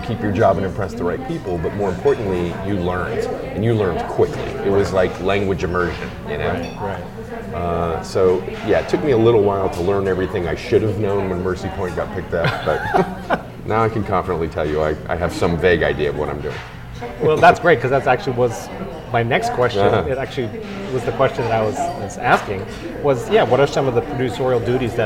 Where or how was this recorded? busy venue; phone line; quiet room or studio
busy venue